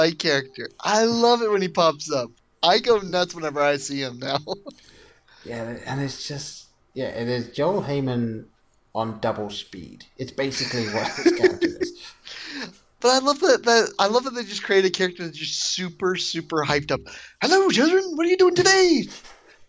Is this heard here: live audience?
no